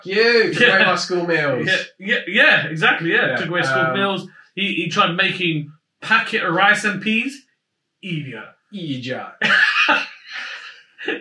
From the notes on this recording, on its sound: Mics weren't working despite being plugged in.